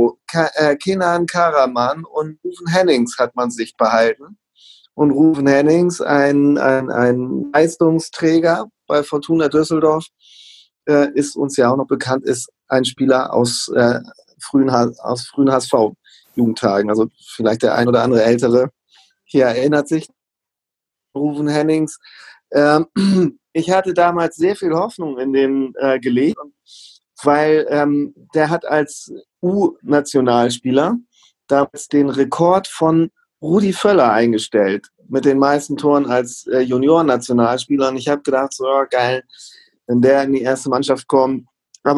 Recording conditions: video call